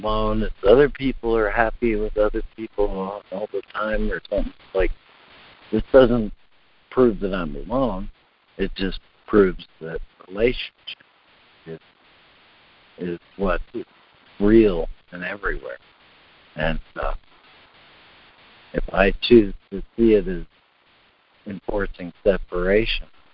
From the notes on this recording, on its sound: ACIM Daily Conference Call.